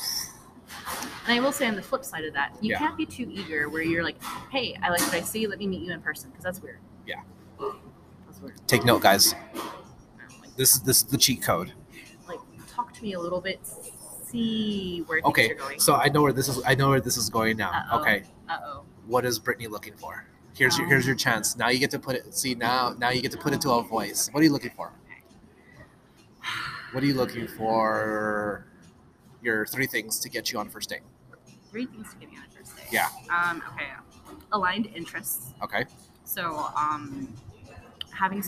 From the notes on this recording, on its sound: I sit down IN starbucks (pardon the noise).